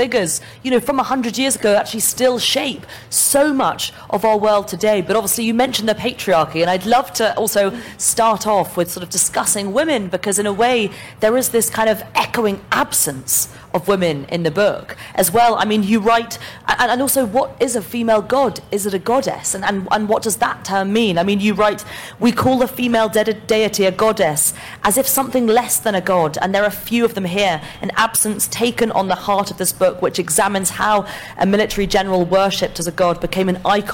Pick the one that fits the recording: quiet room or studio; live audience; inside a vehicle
live audience